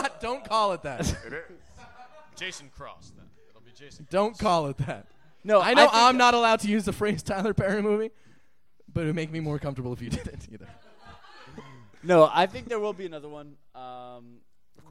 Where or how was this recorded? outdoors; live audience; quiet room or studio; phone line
live audience